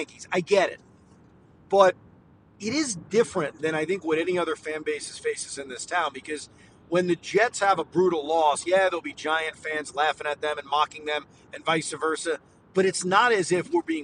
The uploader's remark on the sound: Drive home reaction. While driving home.